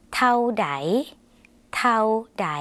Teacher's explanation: คำว่าเท่านะคะในภาษาไทยอาจจะออกเสียงยาวส่วนในภาษาลาวเป็นสระเอาค่ะออกเสียงสั้น